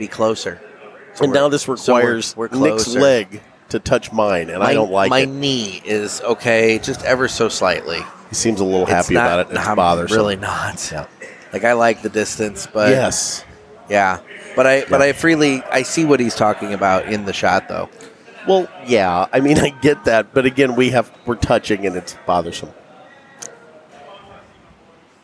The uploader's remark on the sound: Live from Ybor City 2021. We're coming at you Live from the JRE Tobacco Mobile Studios at King Corona in Ybor City! In town for the Cigar Heritage Festival and some general chaos.